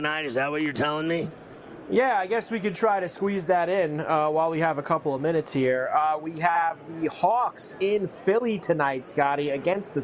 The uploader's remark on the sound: Live From Radio Row in Las Vegas!